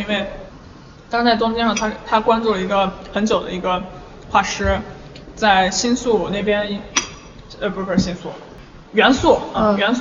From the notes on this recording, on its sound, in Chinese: 这期西安老街咖啡馆的节目是在DirtyMind Coffee录制的。DirtyMind Coffee是在南二环与朱雀花卉市场交汇处不远的西旅家属区门口，大眼望去像是小区的门卫，曾被客人戏称为“传达室咖啡馆”。